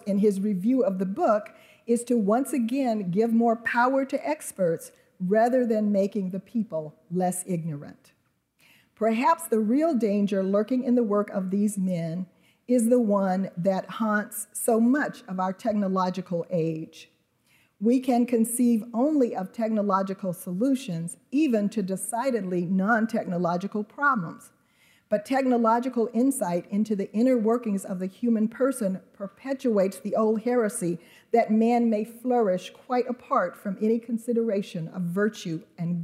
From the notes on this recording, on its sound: delivered an evening plenary address as part of Acton University 2018